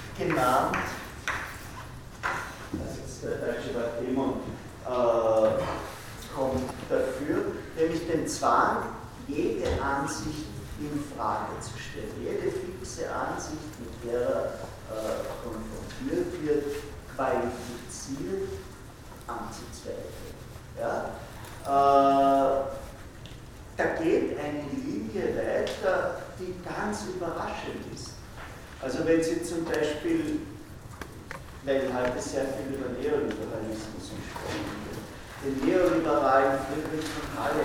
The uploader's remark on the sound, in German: Diese Vorlesung wurde von Studierenden aufgenommen